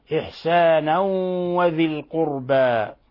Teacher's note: هنا جاء بعد تنوين الفتح حرف الواو، وهو من حروف ينمو من حروف الإدغام بغنة، فإذا تدغم التنوين التي هي في حكم النون الساكنة في الواو: إحسانا وذي القربى.